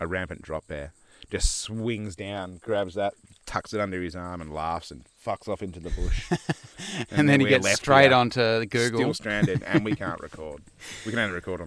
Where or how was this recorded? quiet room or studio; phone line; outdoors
outdoors